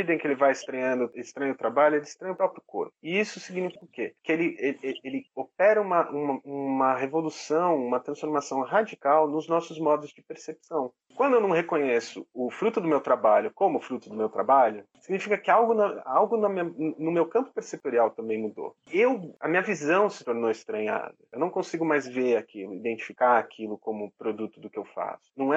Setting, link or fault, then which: link, video call